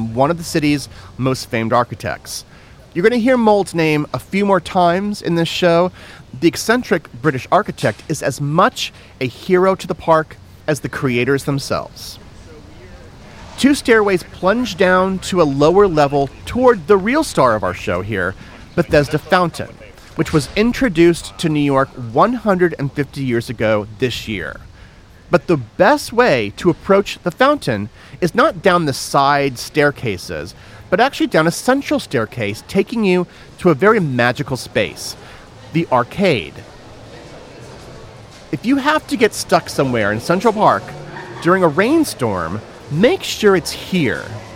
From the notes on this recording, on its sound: In this rambling walking tour. Visits some of the most beloved attractions of the park including Bethesda Terrace and Fountain , Naumburg Bandshell , Bow Bridge and Belvedere Castle.